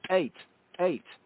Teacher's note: the tongue goes behind the teeth and there's a kind of explosive sound